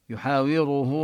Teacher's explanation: يحاوره هنا كذلك الراء مفخمة مضمومة وإن كان يعني بعض القراء يرققها، وهو يحاوره أنا، وهنا الهاء توصل بواو ونمد أربع حركات